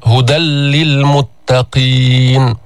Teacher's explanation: هدى للمتقين، تنوين هدى نون ساكنة، بعده جاءت اللام أو جاء حرف اللام، هدى للمتقين. هل تسمع النون؟ هل تسمع غنة؟ لا تسمع. ماذا تسمع؟ تسمع لاما مشددة · Term: الإدغام